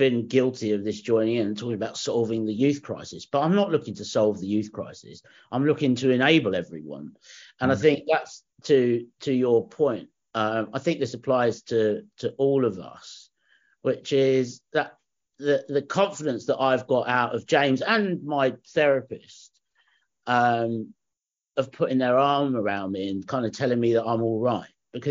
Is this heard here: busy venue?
no